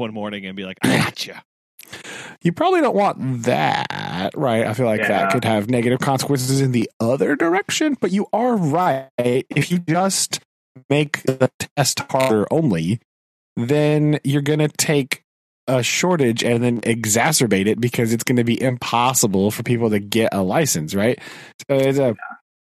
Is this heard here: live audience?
no